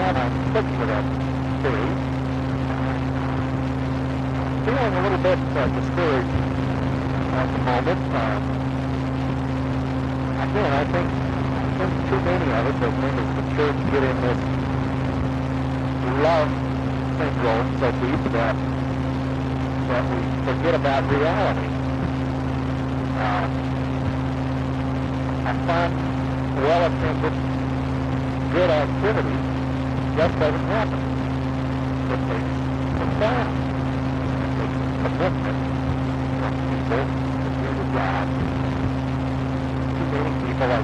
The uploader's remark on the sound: Driving home from work. Poor audio quality.